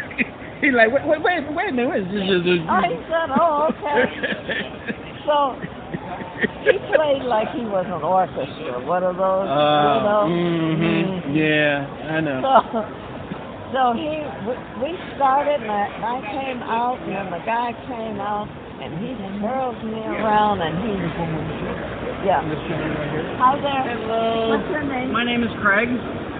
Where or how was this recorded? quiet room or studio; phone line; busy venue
busy venue